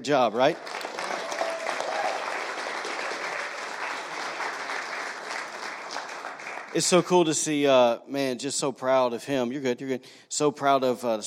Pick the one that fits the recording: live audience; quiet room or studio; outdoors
live audience